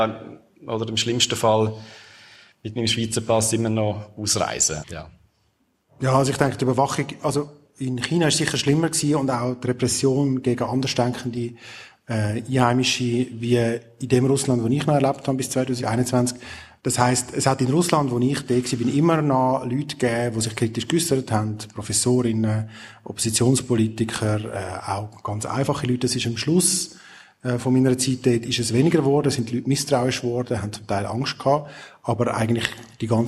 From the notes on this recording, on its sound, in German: Zum ersten Mal wird live vor Publikum aufgezeichnet. Im Rahmen des Korrespondent:inntentages im Radiostudio Bern.